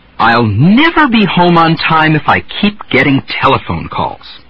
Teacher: I jumped up only once on never, and then I stepped down for the rest of the sentence.